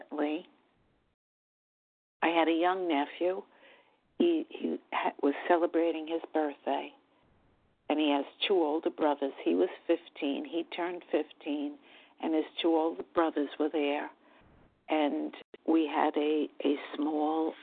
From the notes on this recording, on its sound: from the 100 Pounders Phone Meeting, 12/21/23.